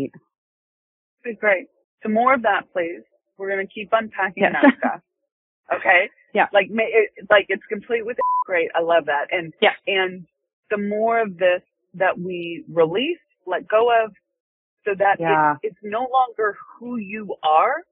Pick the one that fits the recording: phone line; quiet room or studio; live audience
phone line